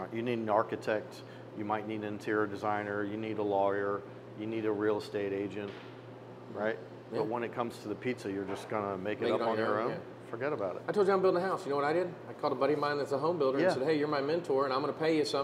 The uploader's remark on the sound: Filmed on location at his restaurant: Mission Pizza Napoletana. Located on 707 Trade St NW #1430 , Winston-Salem, NC.